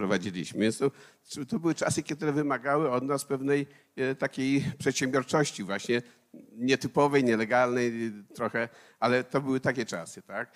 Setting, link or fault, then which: setting, live audience